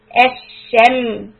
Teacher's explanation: So sheen has got a tafashi, a hissing sound where the sound spreads around. Make sure the tongue is flat and down.